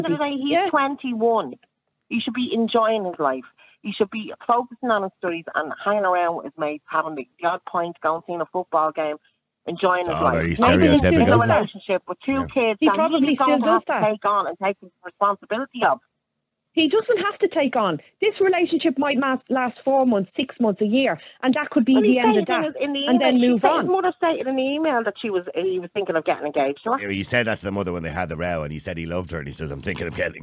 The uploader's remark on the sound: Open up the phone lines. The callers' responses are varied and passionate, reflecting the complexity of the topic.